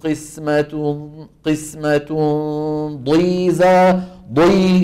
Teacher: شوف مع أنه الضاد مكسورة بس صوتها هالقد كبير